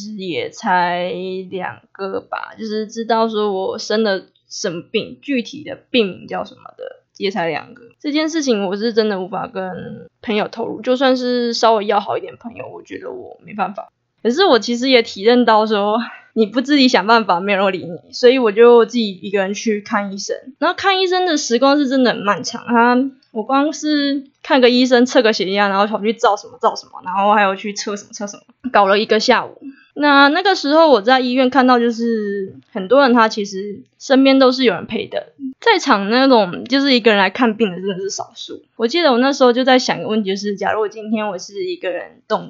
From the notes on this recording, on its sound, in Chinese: 夭壽麥克風收音超爛